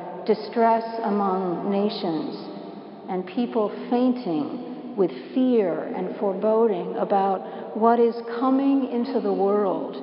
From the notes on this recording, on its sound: Preached at Washington National Cathedral